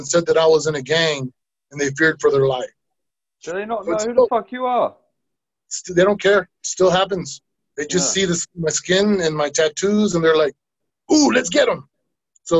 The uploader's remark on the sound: (Please note: The sound quality is a little poorer due to a bad internet connection).